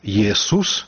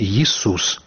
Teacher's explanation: Колішні гук «э» стаў вымаўляцца «і», памянялася чытанне адпаведнай літары. Так імя «Єсус» пачалі чытаць «Ісус», і ўжо ў такім кшталце яго ад бізантыйскіх грэкаў пазычалі славяне.